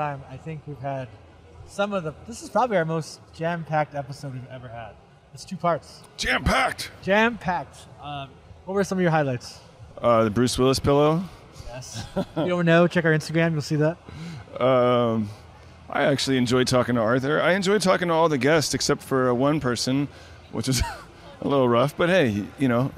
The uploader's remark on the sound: live” at Fan Expo New Orleans